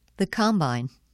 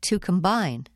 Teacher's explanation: the nouns have the primary-secondary pattern, and the verbs have the unstressed primary pattern.